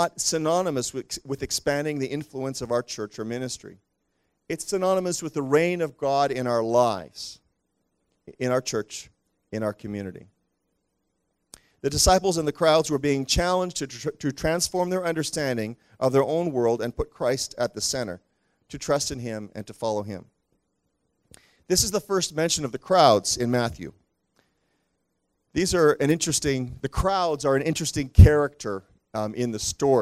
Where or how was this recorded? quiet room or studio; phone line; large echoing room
large echoing room